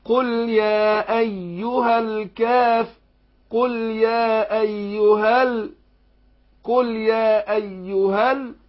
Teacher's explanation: يبقى سقطت الهمزة ونطقت اللام على طول · Term: همزة وصل